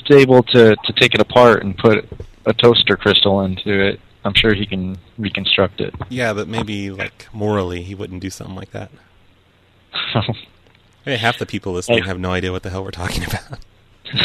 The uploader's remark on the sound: …'s Personal Prank Phone Calls Collection.